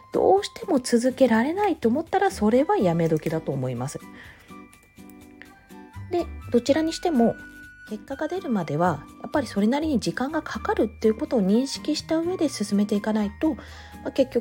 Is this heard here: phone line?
no